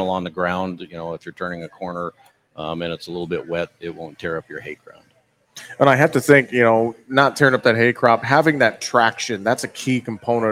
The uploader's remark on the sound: we broadcast live from the Farm Progress Show in Decatur, IL with our friends at Trelleborg TWS